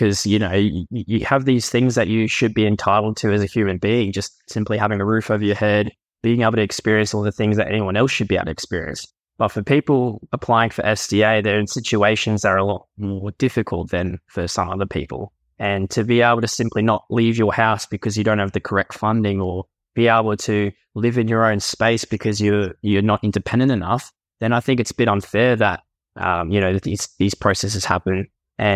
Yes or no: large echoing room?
no